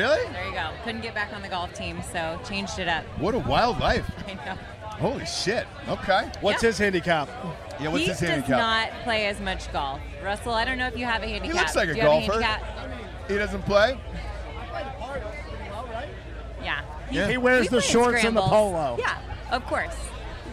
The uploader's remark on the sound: live from Notre Dame raging with listeners